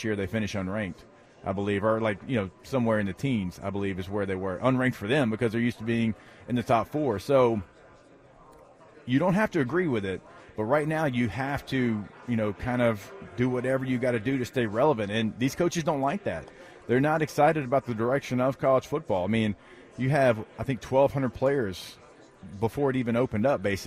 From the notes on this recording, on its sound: at media day for the 124th Army-Navy Game in Boston